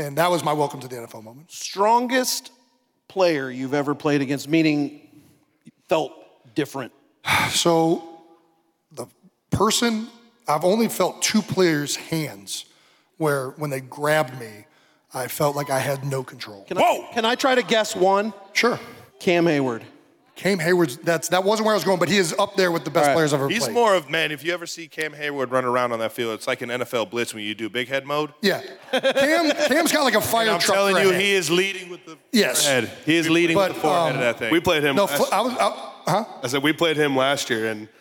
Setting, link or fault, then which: setting, live audience